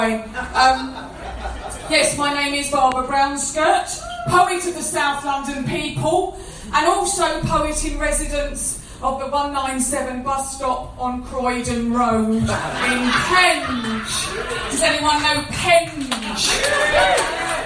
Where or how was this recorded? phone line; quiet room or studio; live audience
live audience